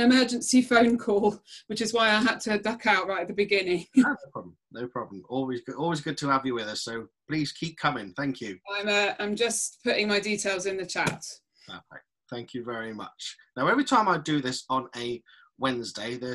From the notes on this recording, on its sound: Your Partnerships Online Networking Event. Live networking event brought to you by Your Partnerships.